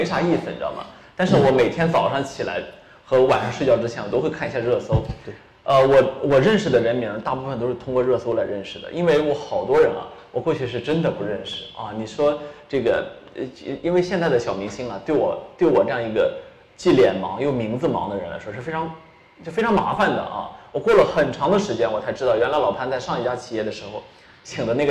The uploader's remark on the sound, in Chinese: 线下活动录音